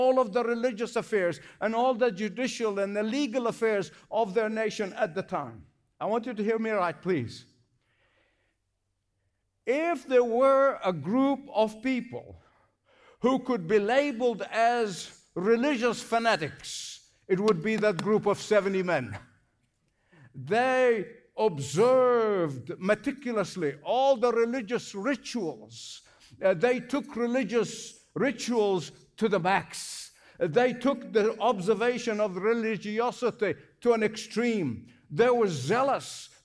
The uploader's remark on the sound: Hope Ireland Celebration - Dublin. Experience the excitement of a recent live evangelistic event in Dublin, Ireland.